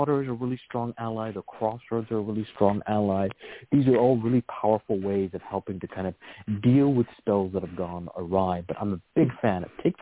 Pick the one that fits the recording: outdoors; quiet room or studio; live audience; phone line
phone line